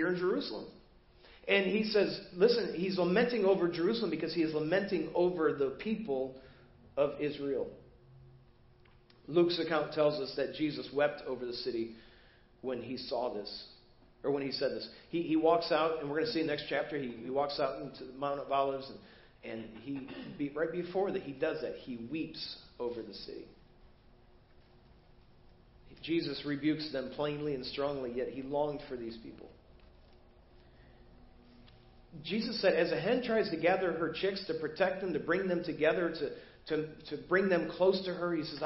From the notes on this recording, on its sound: Preached at First Baptist Church of Hazel Park